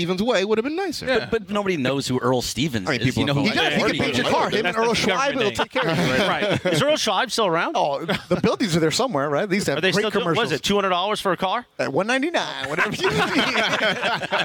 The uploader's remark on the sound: live from Hollywood Park Casino getting ready for the ESPN 710 Fantasy Football Draft Party!